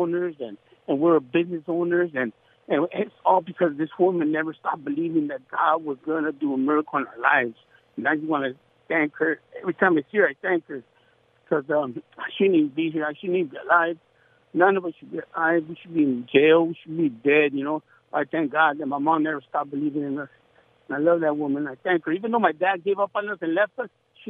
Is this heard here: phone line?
yes